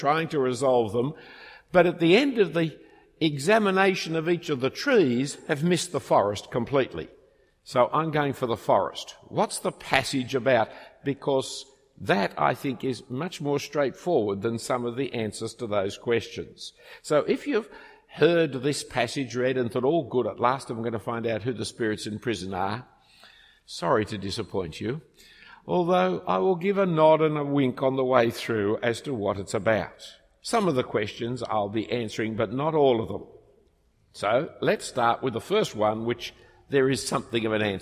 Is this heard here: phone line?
no